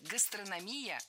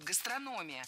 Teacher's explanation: Много раз мы услышали вариант «гастрономия», но это неправильно. Ударение в этом слове падает на третий слог · Shown in: second take · – «гастрономия».